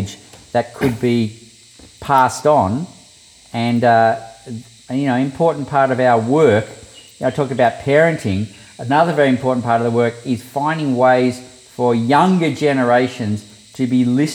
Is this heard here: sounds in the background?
yes